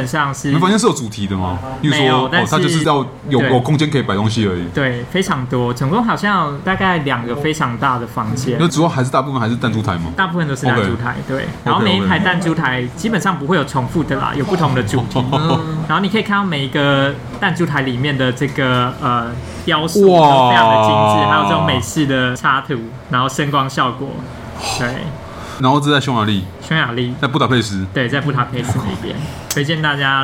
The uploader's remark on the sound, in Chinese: 本集白噪音指數：蚊風級 1/5。錄音地點： BUZZ Cafe & Beer。